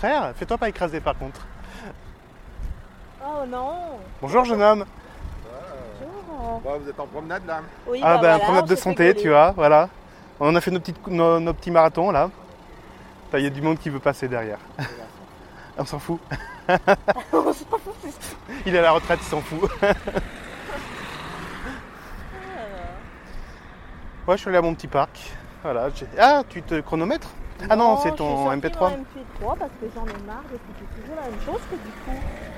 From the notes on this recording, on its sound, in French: Je continue l'enregistrement Live sans remontage. Seul les extraits, intro et conclusion sont insérés en post prod. Enregistrement avec le Zoom H1 en extérieur à Lyon.